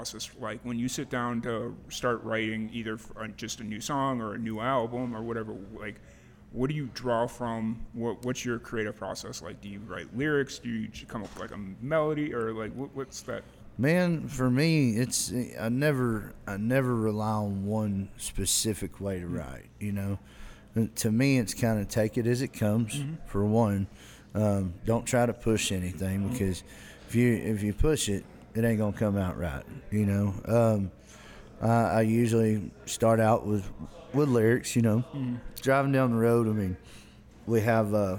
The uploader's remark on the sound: Live at the Liberty